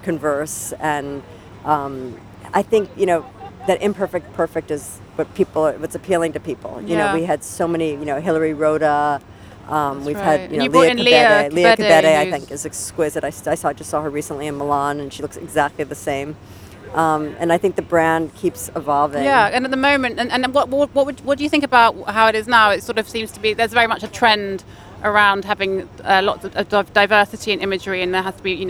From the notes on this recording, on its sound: Recorded at Frieze New York